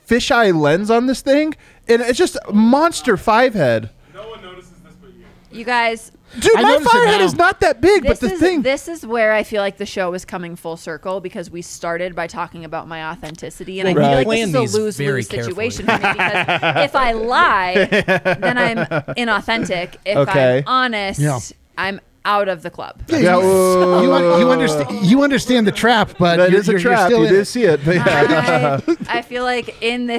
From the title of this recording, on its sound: live at the DNVR Bar & Studio